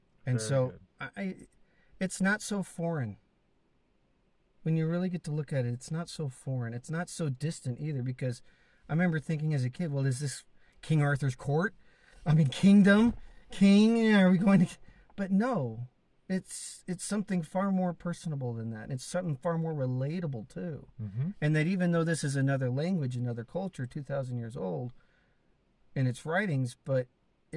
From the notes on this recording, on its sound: car in Southern Idaho's Mountains